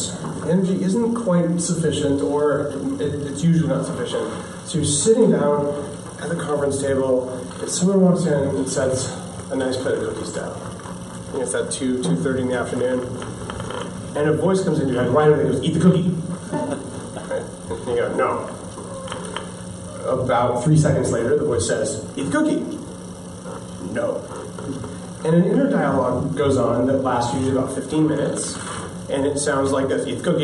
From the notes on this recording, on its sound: This special episode of Bulletproof Radio is a recording of a speech. At the World Entrepreneur Forum in Bear Mountain, Canada. To a group of over 100 of the world's hungriest entrepreneurs.